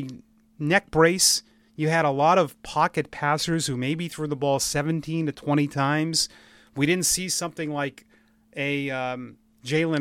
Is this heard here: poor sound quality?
no